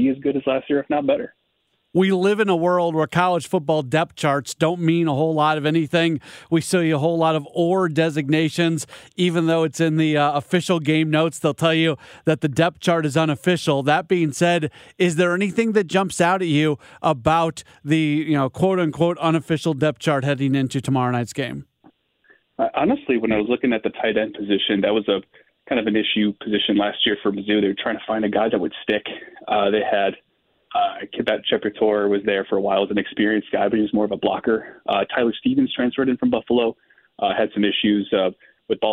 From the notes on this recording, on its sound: Opens up the phone lines to take your calls on the Cardinals.